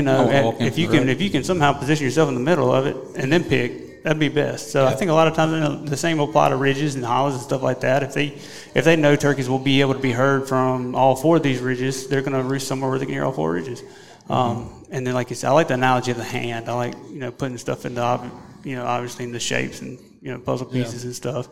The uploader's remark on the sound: Scouting for Turkeys, Henned Up Gobblers, & Live Q&A - LIVE from Nashville. Recorded LIVE in Nashville.